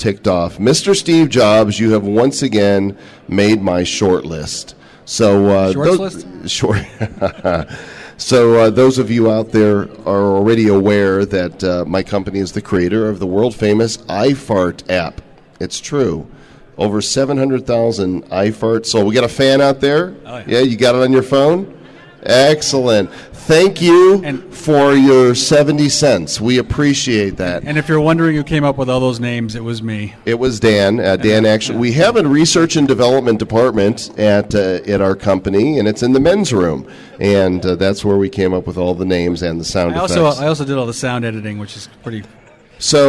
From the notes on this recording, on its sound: Live From AffCon 2010. Talks with attendees live on the convention floor.